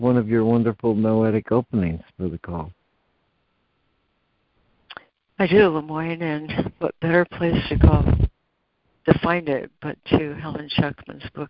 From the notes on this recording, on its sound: ACIM Daily Conference Call.